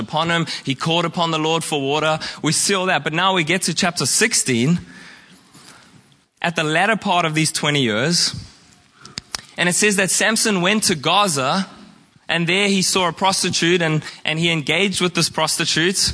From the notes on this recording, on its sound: Preached at Horsham Downs on 14/05/2023